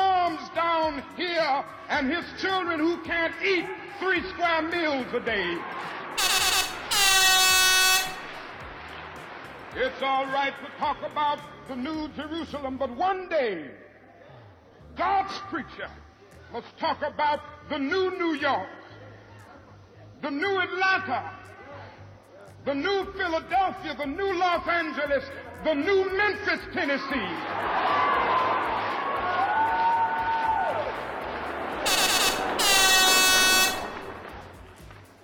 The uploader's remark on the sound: speech delivered on April 3, 1968 in Memphis, Tn.